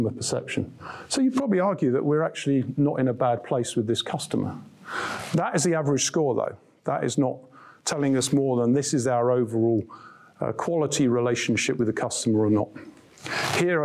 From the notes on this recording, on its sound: An intimate dinner with Introhive. Gives an insightful presentation to a group of sales leaders. Including questions from the audience.